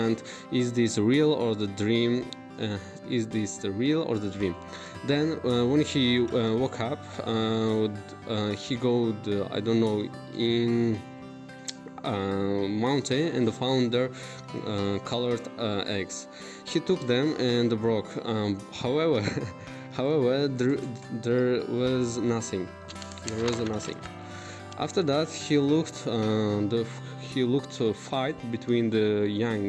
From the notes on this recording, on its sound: These Audio recordings were done in the class using a mobile phone voice recorder. Students who are speaking in these podcasts are the students at Amity University in Tashkent - International Foundation Studies.